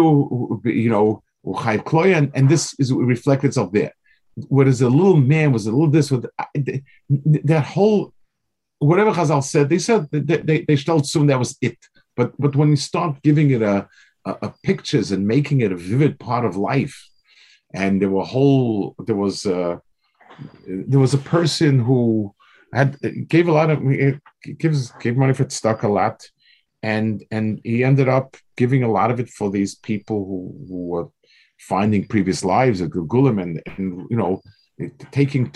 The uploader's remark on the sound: This shiur take place over Zoom on Motzei Shabbos.